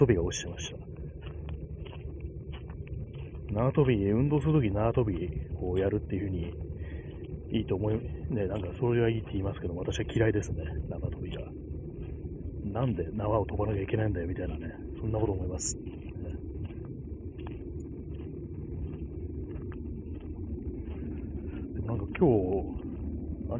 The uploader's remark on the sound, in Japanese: 歩きながら